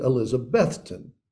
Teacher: The emphasis is on the middle syllable.